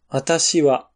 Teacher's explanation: Da geht die Stimme hoch. Und Tashi wa ist dieselbe Tonhöhe.